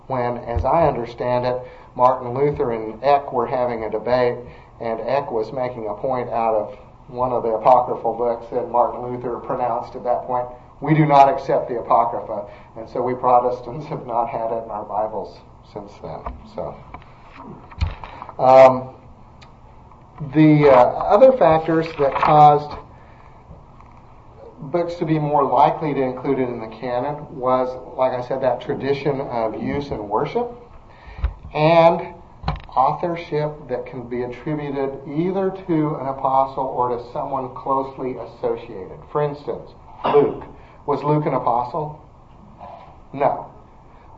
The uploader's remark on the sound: This podcast is a recording of a Wednesday night adult Christian education class. First Presbyterian Church in Edmond, Oklahoma.